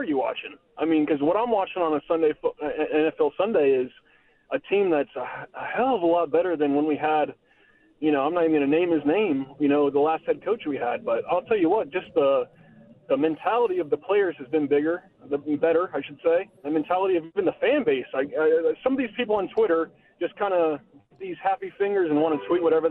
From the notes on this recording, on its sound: allowing listeners to call